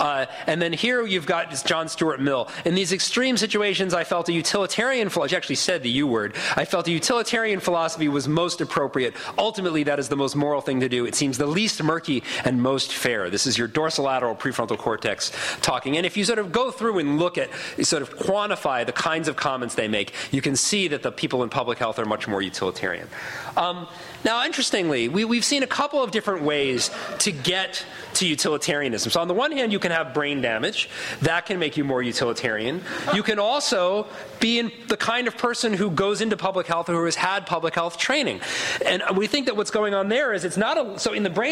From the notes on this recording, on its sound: Recording of a lecture delivered on November 11, 2011. As part of the Formal Lecture Series.